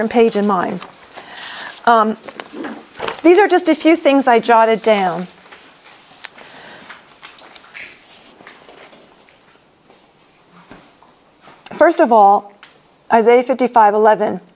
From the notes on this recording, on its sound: This recording is from a breakout session at the Faith Women's Spring Conference in May 2023.